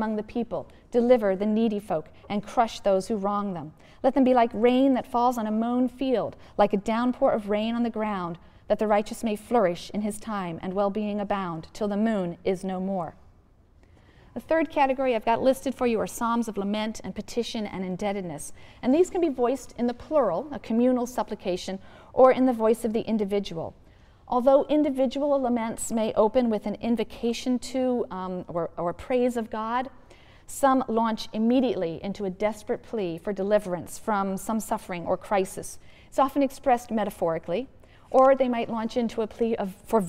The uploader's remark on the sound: The audio to this episode comes from Lecture #21 in the 2006 YouTube Lecture series